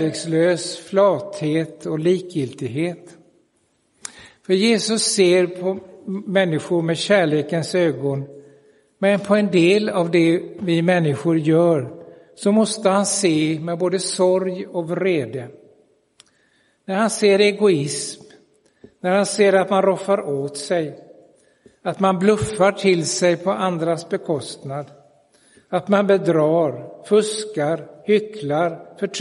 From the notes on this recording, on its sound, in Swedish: Inspelad i Roseniuskyrkan den 11 september 2022.